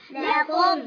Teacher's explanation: ميم ساكنة مظهرة إظهارا شفويا